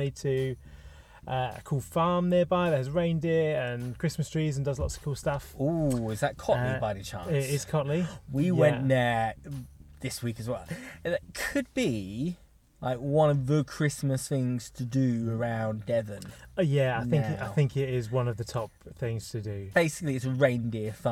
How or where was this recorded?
inside a vehicle